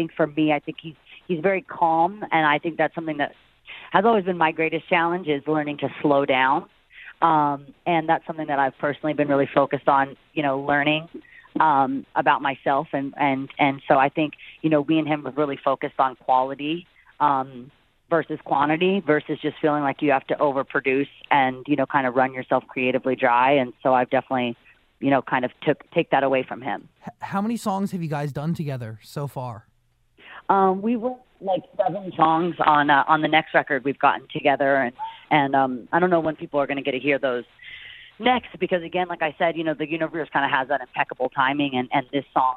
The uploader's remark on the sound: called